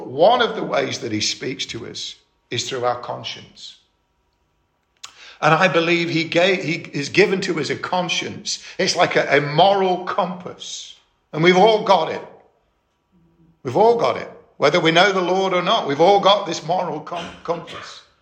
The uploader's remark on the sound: Estuary Elim Church Rayleigh Morning Service.